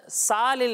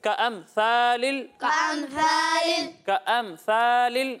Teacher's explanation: सा में सीटी की आवाज नहीं आएगी · Shown in: second take